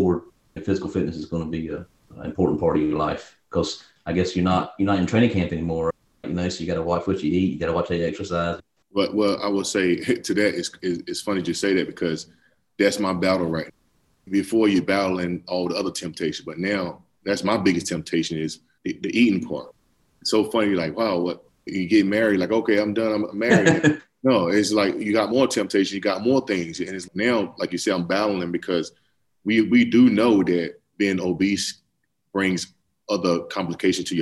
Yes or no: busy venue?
no